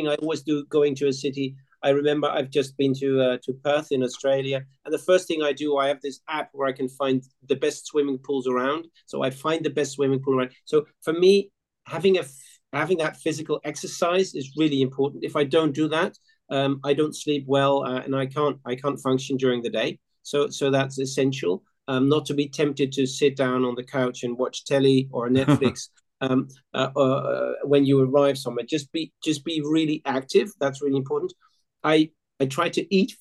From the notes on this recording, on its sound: This interview was recorded on 28th November 2022 via Zoom.